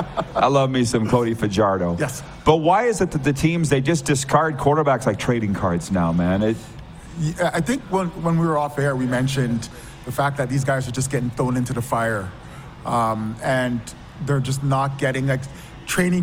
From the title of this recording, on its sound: LIVE on Location!